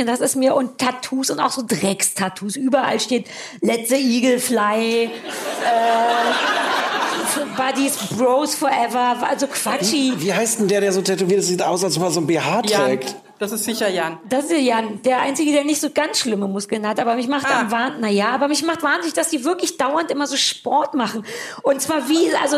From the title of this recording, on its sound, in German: vor Publikum!